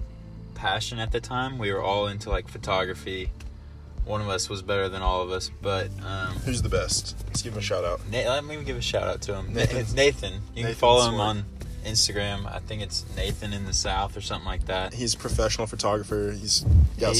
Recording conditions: inside a vehicle